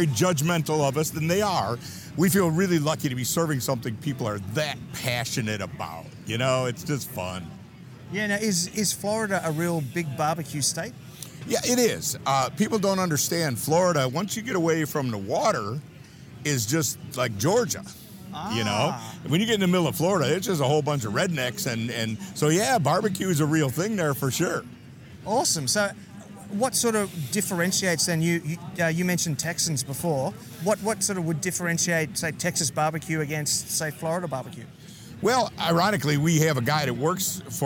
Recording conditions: busy venue